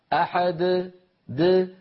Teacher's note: نخرجها من طرف اللسان من مخرج الدال ولا شيء في الحنجرة، لا نجعل الوترين يلتقي